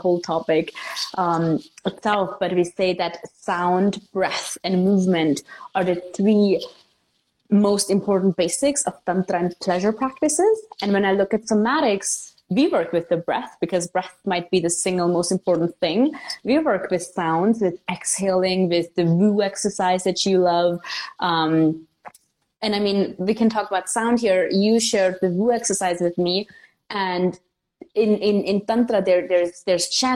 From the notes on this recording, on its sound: This episode is an IG Live turned into Podcast.